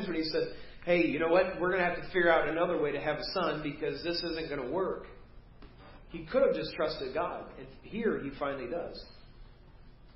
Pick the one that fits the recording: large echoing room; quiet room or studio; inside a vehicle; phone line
large echoing room